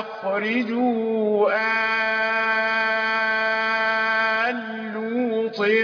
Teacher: أدغمنا اللام من لفظ آل في لام لفظ لوط · Term: الإدغام